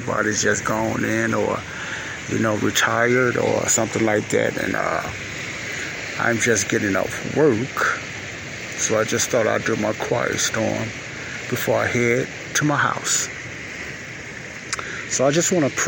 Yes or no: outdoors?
yes